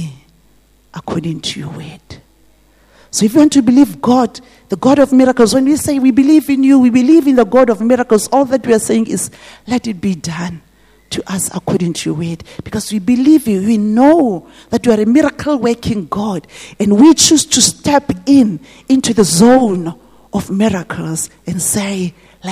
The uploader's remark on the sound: This message was preached at GTCFC City Campus.